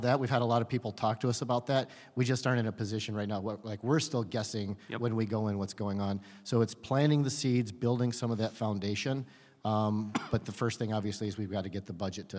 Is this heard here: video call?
no